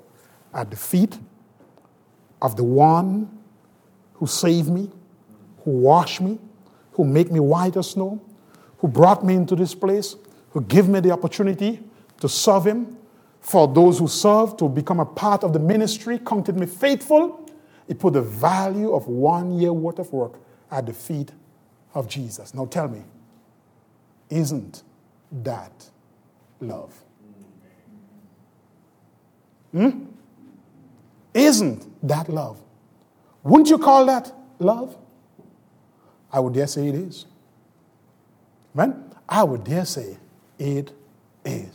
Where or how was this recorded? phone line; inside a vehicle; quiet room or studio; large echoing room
large echoing room